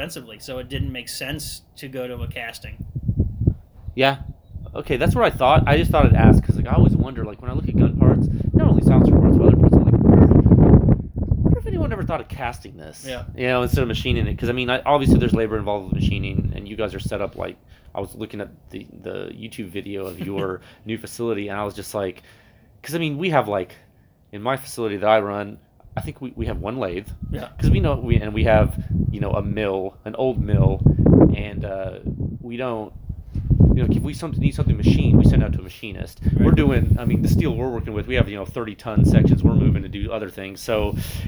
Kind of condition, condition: fault, wind noise